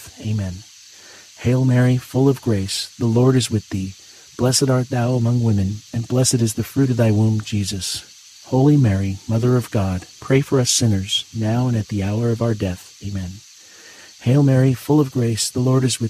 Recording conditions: sounds in the background